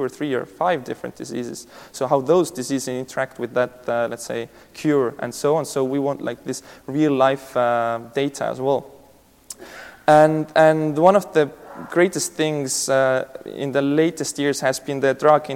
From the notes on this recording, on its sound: This keynote session was presented at the 2018 DPharm conference.